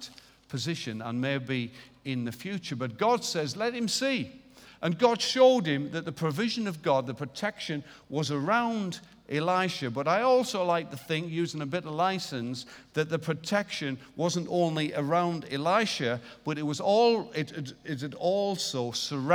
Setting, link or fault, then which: setting, large echoing room